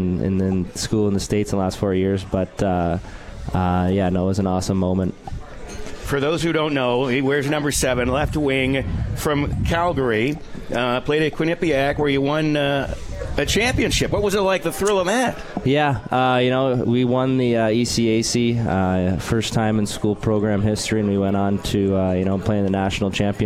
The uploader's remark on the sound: Live from Swifty's